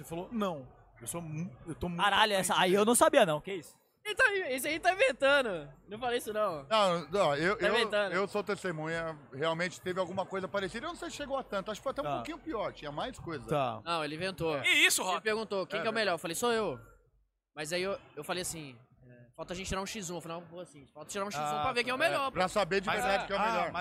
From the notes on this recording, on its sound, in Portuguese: Respeitável público da BGS 2023. Direto da Brasil Game Show 2023!